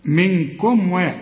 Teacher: لكن الميم بتاعت منكم الساكنة لا تغن